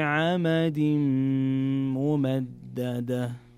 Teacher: في عمد ممددة عندنا تنوين جاء بعده حرف الميم، وهنا يكون الحكم إدغام بغنة